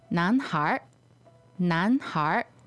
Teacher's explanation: So it sounds less like 孩 and more like 孩, kind of like H-A-R it sounds like. People in the north are very likely to pronounce with a R sound. However, the people in the south may, you know, drop it.